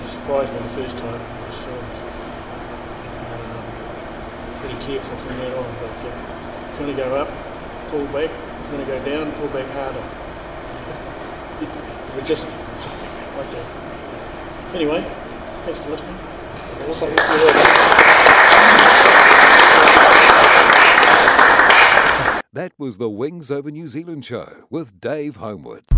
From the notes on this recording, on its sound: recording from the recent WONZ Christmas Party